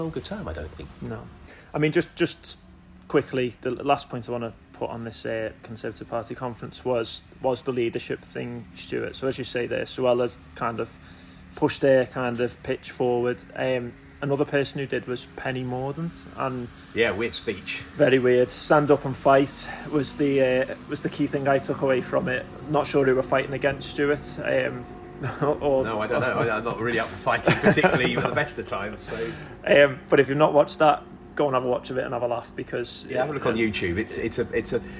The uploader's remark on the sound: We are recording live from the Labour Party Conference in Liverpool